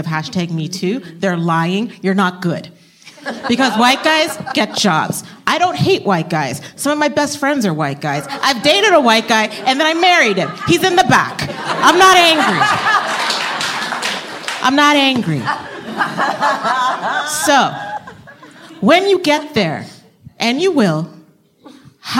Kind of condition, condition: setting, live audience